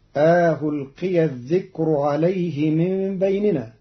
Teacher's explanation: قرأ قالون كلمة ألقي بتسهيل الهمزة الثانية بين بين مع إدخال ألف بين المحققة والمسهلة، فتصير ألقي الذكر عليه من بيننا، وهي في لغة العرب للجمع بين اللغات.